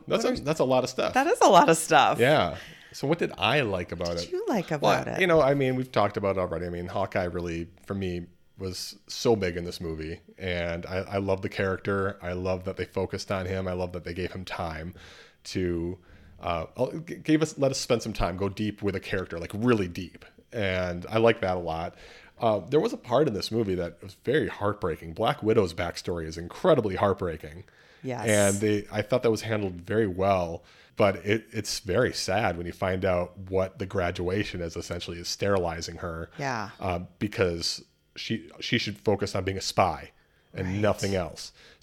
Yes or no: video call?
no